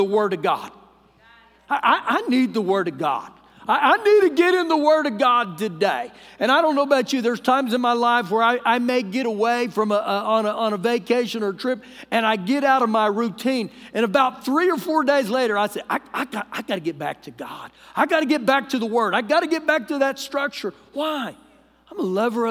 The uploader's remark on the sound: Recorded live during our Wednesday night service